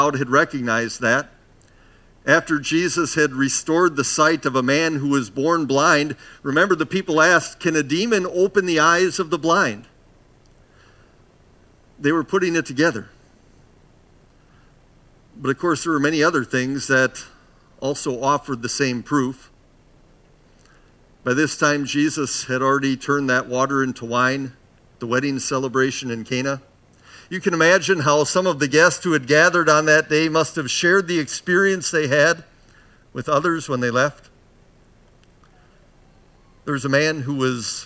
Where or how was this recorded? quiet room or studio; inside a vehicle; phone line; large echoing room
large echoing room